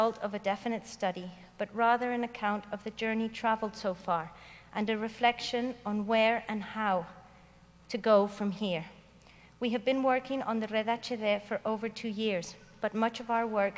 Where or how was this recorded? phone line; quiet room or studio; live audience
live audience